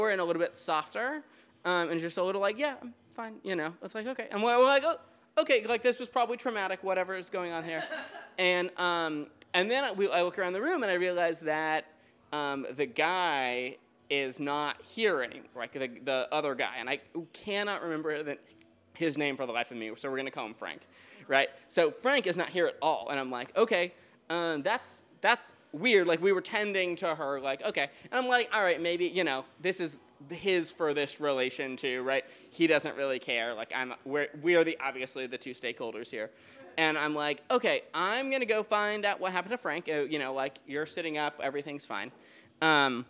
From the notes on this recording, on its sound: A special Listener Lore from our Live 2019 Halloween Show at The Goat House Biergarten!